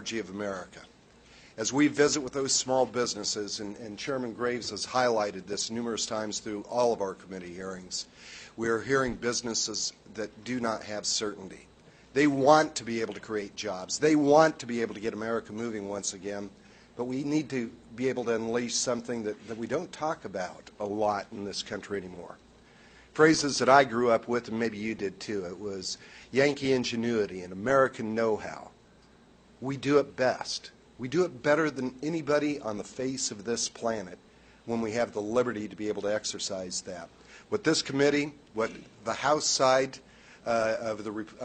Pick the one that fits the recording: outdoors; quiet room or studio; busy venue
busy venue